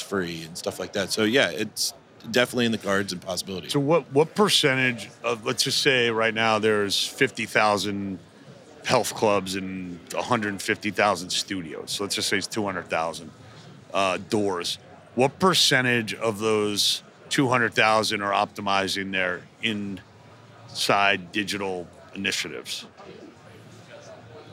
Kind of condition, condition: setting, busy venue